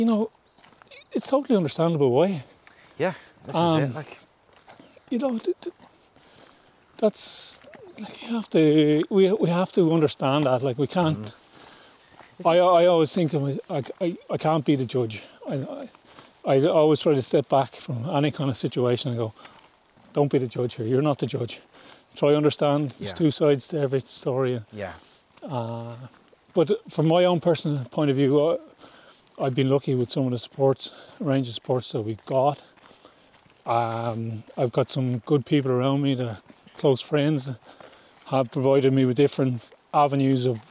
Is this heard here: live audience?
no